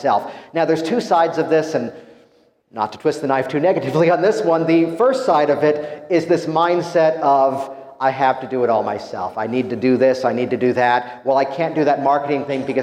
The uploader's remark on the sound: Live from Las Vegas, I’m proud to share with you my keynote address from HypnoThoughts LIVE! The HTLIVE event was an incredible experience.